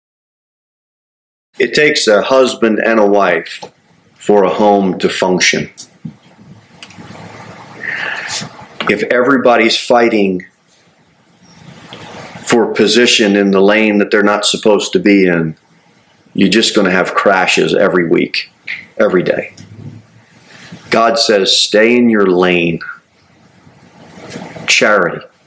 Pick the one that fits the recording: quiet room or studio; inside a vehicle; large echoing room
large echoing room